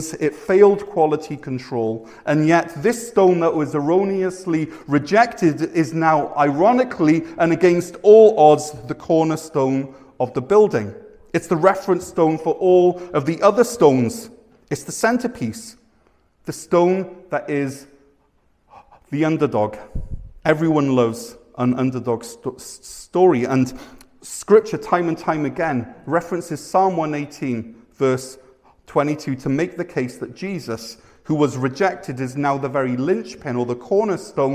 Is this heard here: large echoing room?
yes